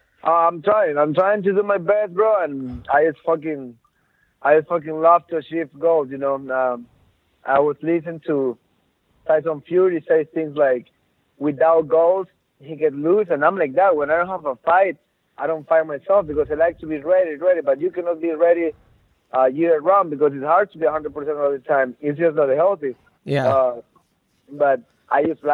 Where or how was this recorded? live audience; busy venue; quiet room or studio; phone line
phone line